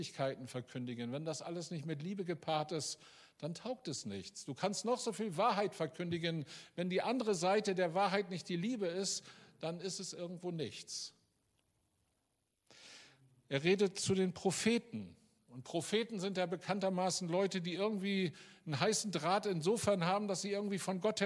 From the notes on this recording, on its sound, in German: Aufzeichnung der Predigt des Gottesdienstes.